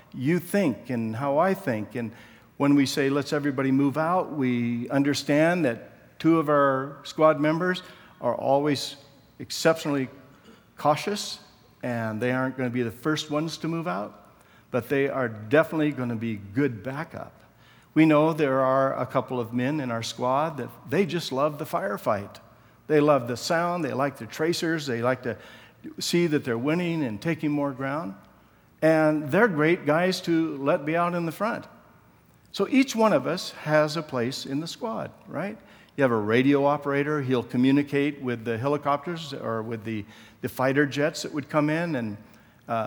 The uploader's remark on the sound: Session 3 from the 2014 Southwest Men's Conference, Empowrd.